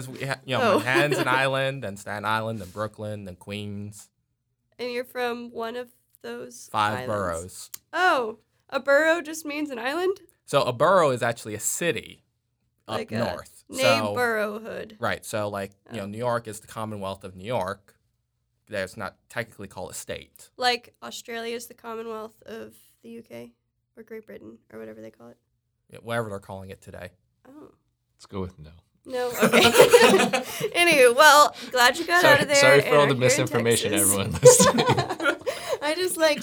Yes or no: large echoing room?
no